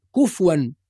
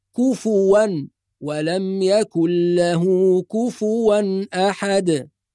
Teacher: فالفاء مضمومة وليست ساكنة، يبقى لازم نحافظ على ضمة الفاء · Shown in: second take · نقول كفوا ولم يكن له كفوا أحد.